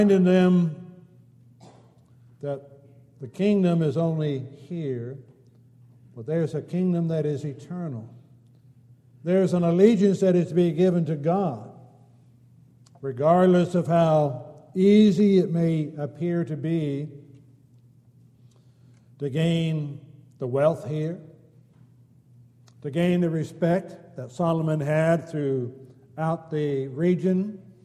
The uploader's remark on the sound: Downtown Church Of Christ Audio Sermon